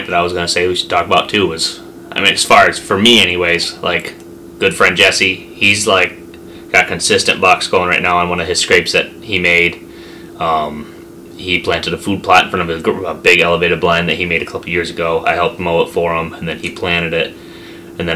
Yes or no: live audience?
no